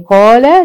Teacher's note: اثبات حرف المد حركتين من غير ما ازود او انقص، لان مفيش سبب، لان المد ليه اسباب، يا اما همد بسبب السكون او بسبب الهمز. · Term: القصر